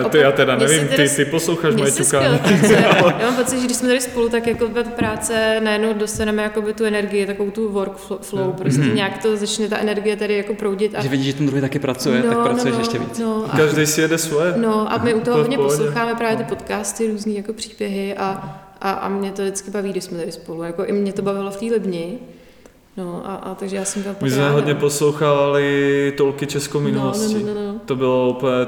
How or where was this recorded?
large echoing room